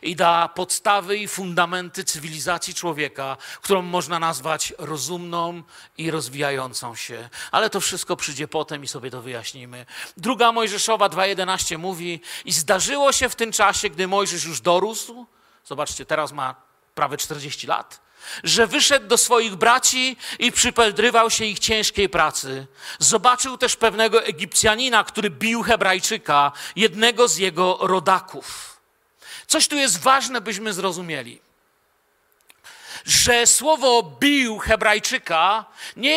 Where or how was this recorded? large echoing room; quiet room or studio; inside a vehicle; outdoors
large echoing room